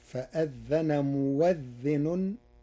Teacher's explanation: قرأ ورش كلمة مؤذن بإبدال الهمزة واوا مفتوحة، فتصير فأذن موذن بإبدال الهمزة واوا تخفيفا وهي في لغة العرب.